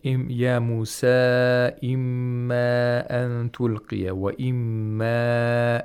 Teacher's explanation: he is lengthening the Maddul Munfasils to four vowel counts